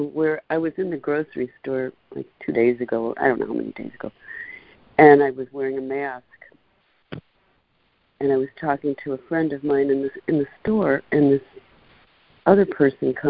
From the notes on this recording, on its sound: ACIM Daily Conference Call